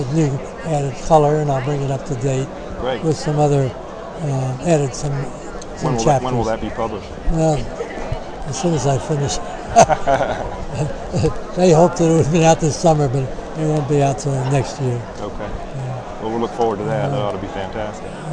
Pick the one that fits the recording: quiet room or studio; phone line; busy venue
busy venue